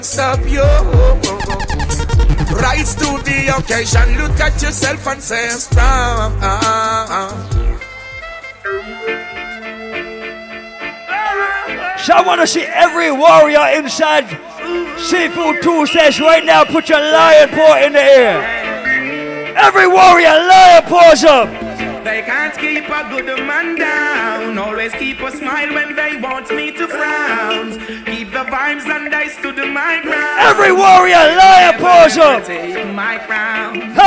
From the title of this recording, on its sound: LIVE AT SEAFOOD TUES NYC 3.8.16